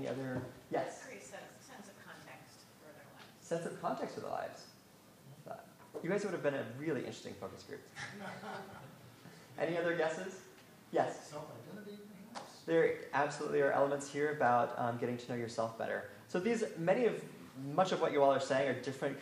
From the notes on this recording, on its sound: Annual Meeting Session Recording Recorded in Detroit, MI September 17, 2015. 2016 AASLH/MMA Annual Meeting Session Recording Recorded in Detroit, MI.